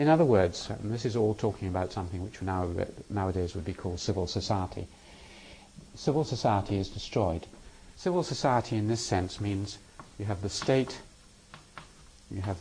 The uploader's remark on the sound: These lectures were given in November 2001 in the Department of Social Anthropology, University of Cambridge. They were part of a course on theory and methods in anthropology designed for second year social anthropology undergraduates.